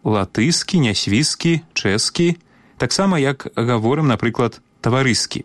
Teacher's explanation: папярэдні шыпячы мае прыпадабняцца да наступнага свісцячага · Term: прыпадабнення